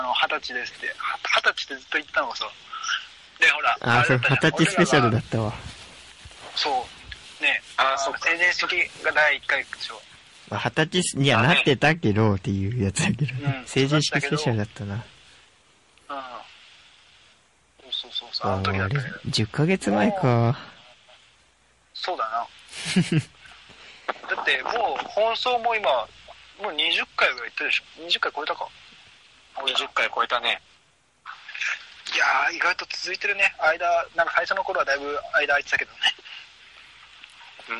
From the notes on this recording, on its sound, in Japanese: LINEのグループ通話を使ってパワープレイ収録を行いました。音質と内容の低質化が今後の課題になりました